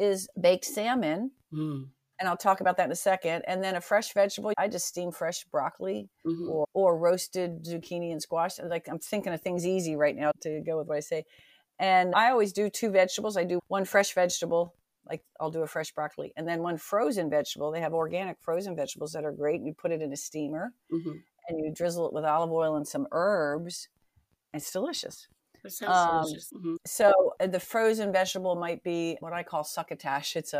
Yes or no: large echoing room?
no